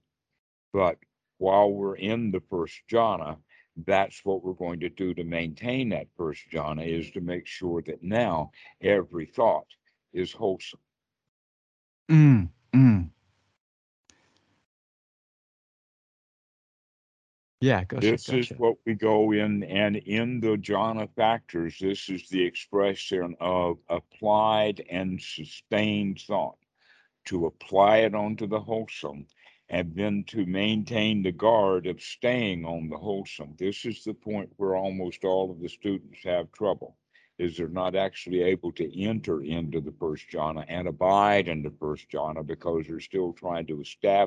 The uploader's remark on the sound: skype calls on this channel